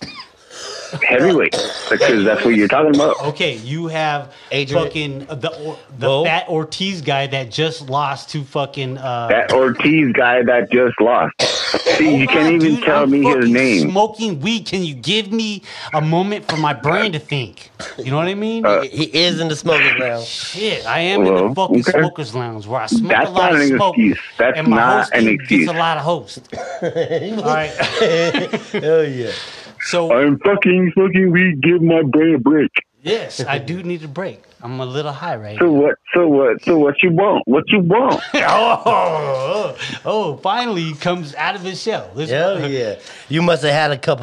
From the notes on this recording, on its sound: phone call 2 Phoenix Arizona